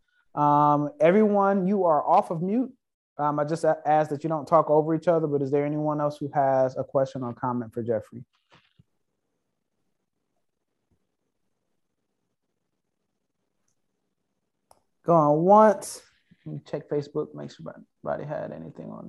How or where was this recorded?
video call